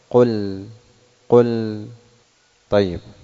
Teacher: فاللام من الحروف المتوسطة بين الرخاوة وبين الشدة، لا تشدها ولا تجعلها من الحروف الرخوة